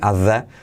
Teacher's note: At, la T se omite